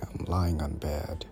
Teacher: The voice is not breathy. My vocal cords are not getting tired. · Term: vocal fry